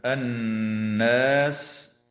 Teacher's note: وتغن النون المشددة في كلمة الناس